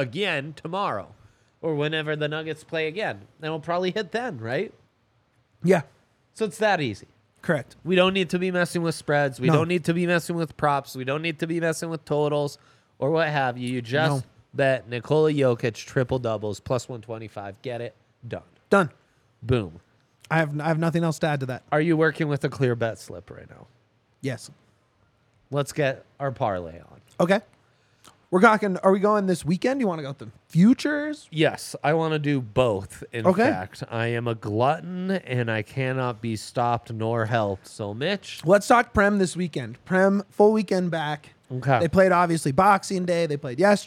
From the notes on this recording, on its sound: LIVE from the DNVR bar.